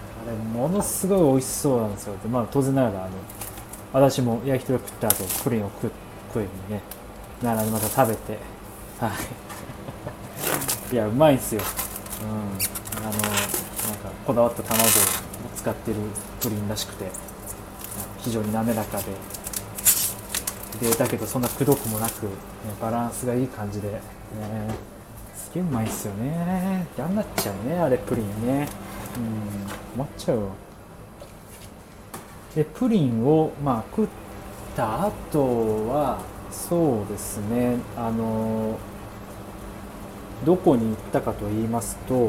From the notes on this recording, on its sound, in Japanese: うどん煮込み中。おっきりこみを作りながら収録してます。